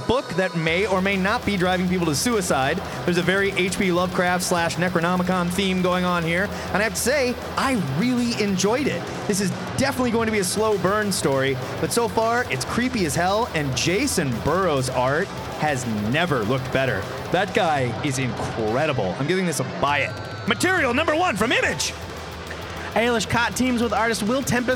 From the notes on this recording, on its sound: Recorded LIVE from O Comic-Con 2015!